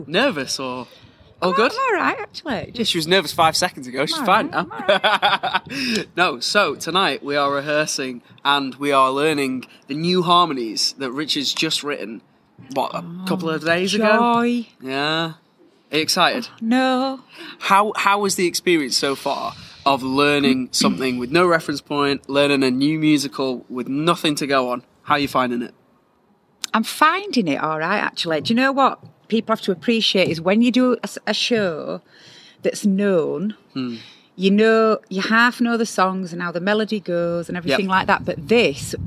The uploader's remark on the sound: It's the final music rehearsal night before floor rehearsals start. Live in the LBT Courtyard with some backstage interviews.